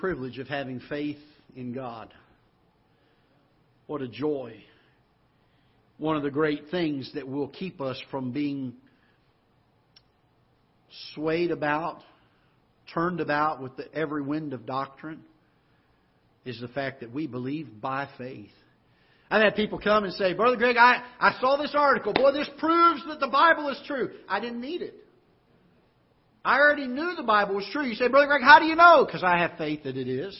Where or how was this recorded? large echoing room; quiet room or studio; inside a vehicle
large echoing room